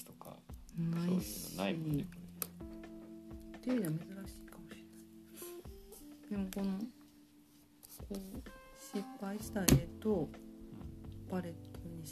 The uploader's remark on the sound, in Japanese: トライアル的に録音してみた回です。子供が寝たあとで、夜な夜な作業している。試しに録音してみた回なので、色々と説明もなく音量なども聞き取りづらいとおもいます。